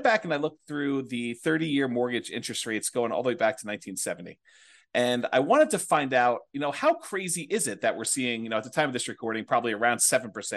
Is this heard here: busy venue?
no